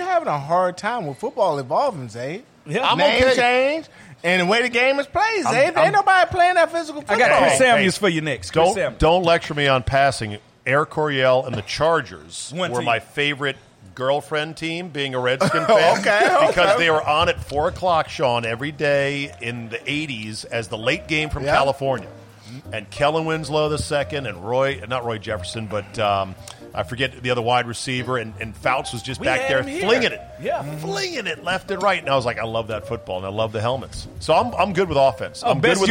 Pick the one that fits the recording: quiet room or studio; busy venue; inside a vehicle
busy venue